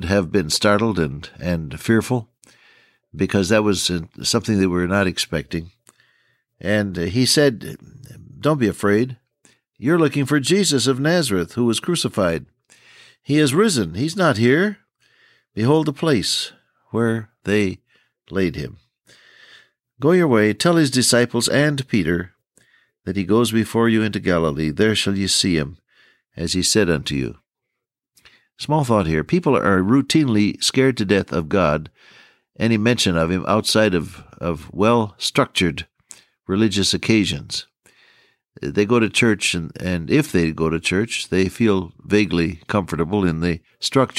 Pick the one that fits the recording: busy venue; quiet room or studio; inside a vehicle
quiet room or studio